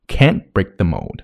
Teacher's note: Break 和 mold 都要重读，因为都是实词。